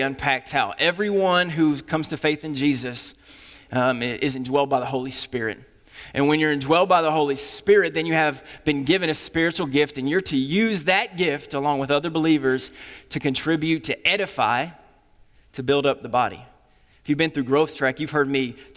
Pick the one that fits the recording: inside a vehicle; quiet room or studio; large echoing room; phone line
large echoing room